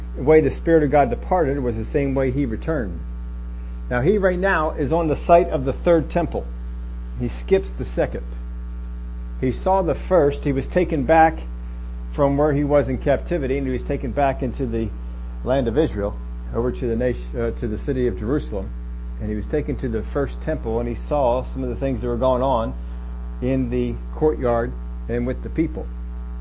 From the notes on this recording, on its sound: Had to pull this from the Facebook recording so there is a bit of a hum.